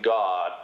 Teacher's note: they stop phonating slightly before they need to, and the result is a T. Which makes you sound German.